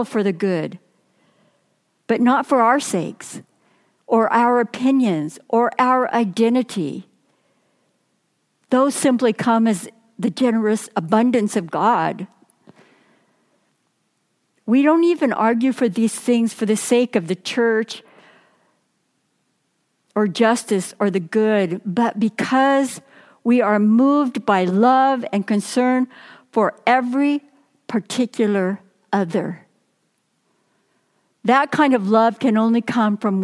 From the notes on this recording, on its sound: Message delivered during the Traditional Worship Service. San Marino Community Church.